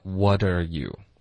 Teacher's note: 所以我们就会把它弱读成 what are 就变成 water